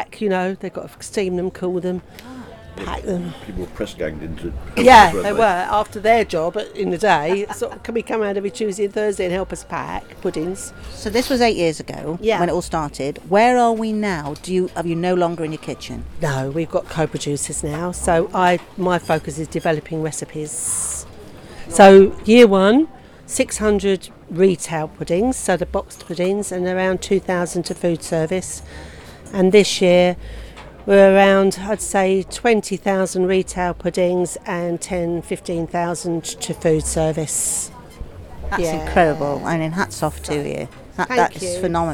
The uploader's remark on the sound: at Aldeburgh Food Festival in Suffolk, chatting to Producers and Chefs